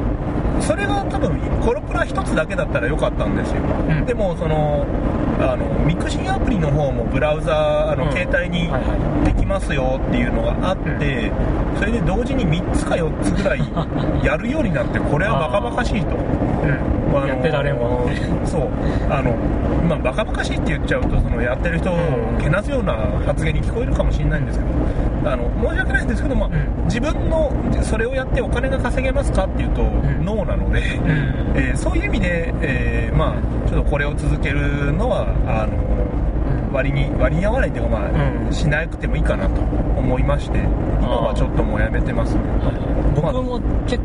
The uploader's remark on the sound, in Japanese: 車中での録音のためノイズが入っています。